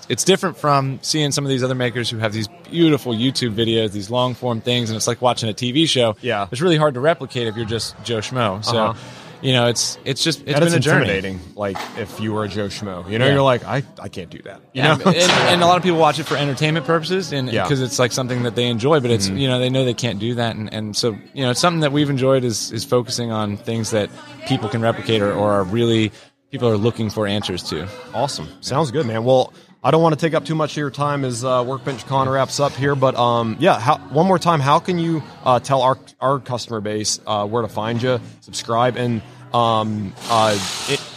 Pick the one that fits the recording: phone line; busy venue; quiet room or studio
busy venue